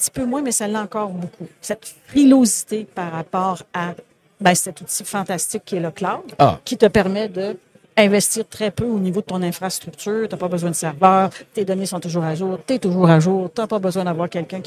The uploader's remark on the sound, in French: En direct du Transal Saguenay